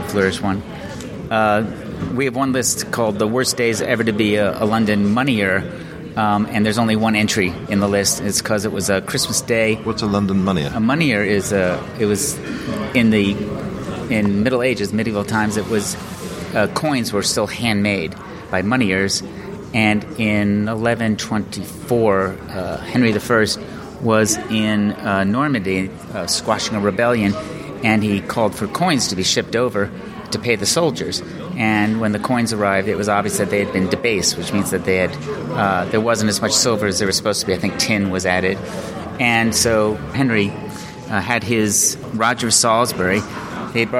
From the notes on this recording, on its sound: This week we're at the Royal Festival Hall